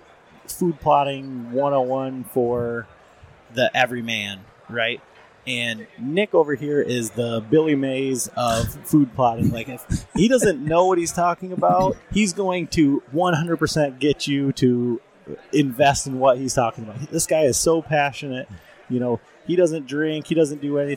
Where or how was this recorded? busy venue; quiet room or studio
busy venue